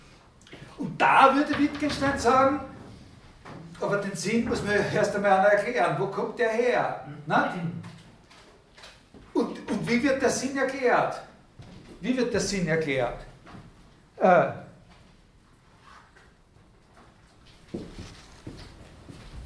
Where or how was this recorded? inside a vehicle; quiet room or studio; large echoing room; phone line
large echoing room